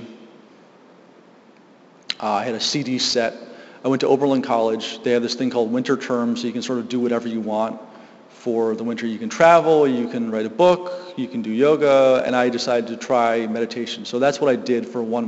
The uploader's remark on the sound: Live from GLSEN South Hadley.